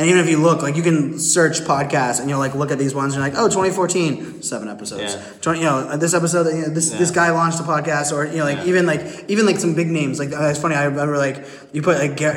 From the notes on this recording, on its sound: Live from Poland where we are literally sitting at a table backstage at the INFOshare conference. Live from Poland where we are literally sitting at a table backstage at the INFOshare conference, having a chat.